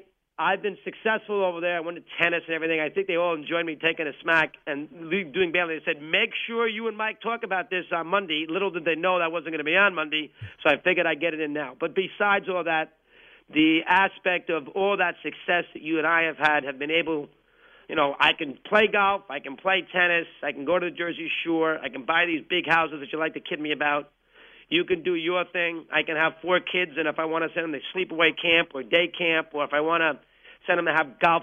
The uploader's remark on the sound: called in to say goodbye